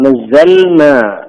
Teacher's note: متقاربة المخرج اللام والنون